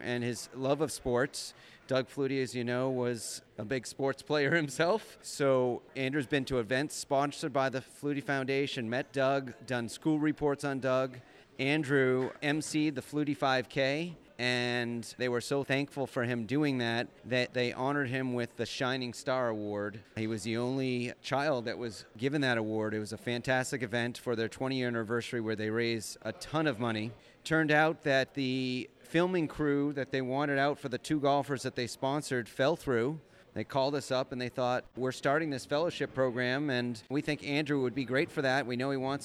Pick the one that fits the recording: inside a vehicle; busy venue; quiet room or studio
busy venue